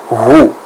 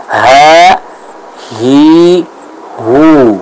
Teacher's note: harus sempurna keluar dari tenggorokan bagian bawah ya. Jadi hati-hati ketika kita mengucapkan huruf ha, karena ini juga cukup banyak ditemui kasusnya di mana seorang baca huruf ha ini dari al-khayshum, dari pangkal hidung.